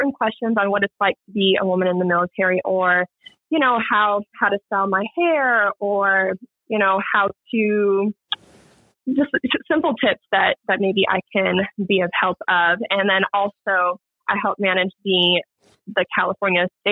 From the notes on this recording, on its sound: we have a phone call with the remarkable